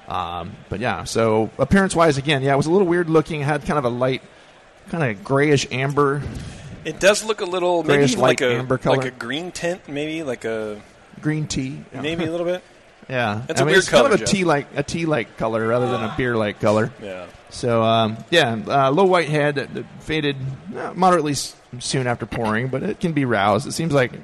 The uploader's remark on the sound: When we head off to HomebrewCon to commune with our fellow homebrewers, and do a live show on the conference floor!